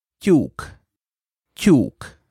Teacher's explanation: We have t, which is pronounced with your tongue pressed lightly against your palate. You allow a bit of pressure to build up, then release.